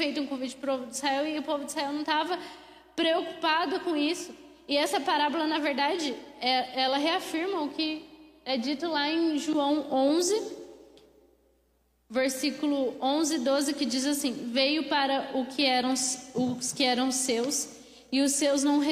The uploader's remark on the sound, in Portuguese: Mensagem ministrada ao vivo